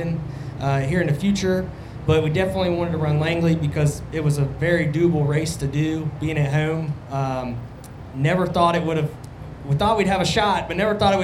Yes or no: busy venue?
yes